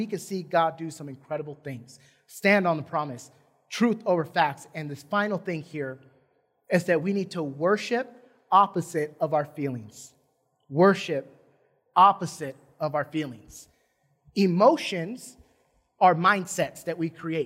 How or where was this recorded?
large echoing room